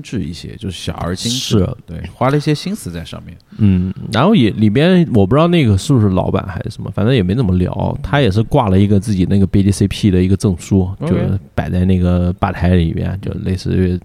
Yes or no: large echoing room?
no